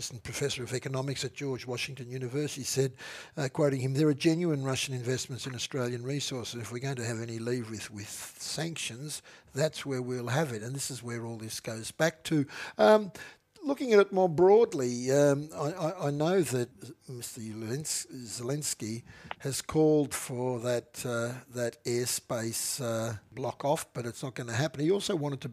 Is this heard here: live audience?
no